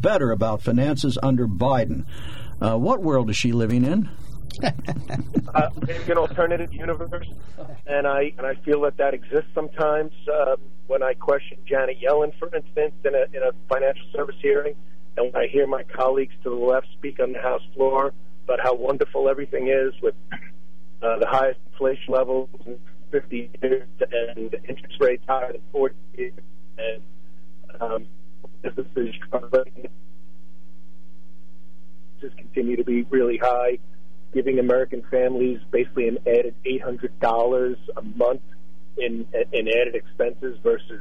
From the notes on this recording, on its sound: During open phones.